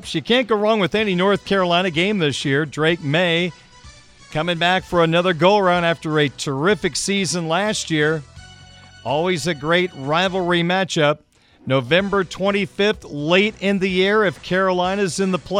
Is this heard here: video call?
no